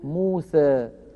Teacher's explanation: وبعضهم لا يميلها إلى هذه الدرجة بل يقول موسى إمالة صغرى